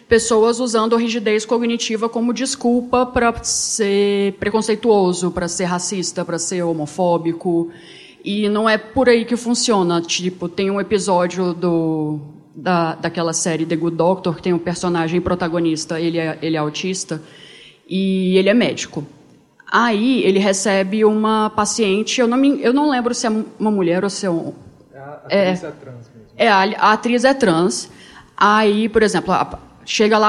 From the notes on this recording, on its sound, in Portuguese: Gravado ao vivo no Encontro de Autistas Adultos de Goiânia, evento de despedida do Introvertendo.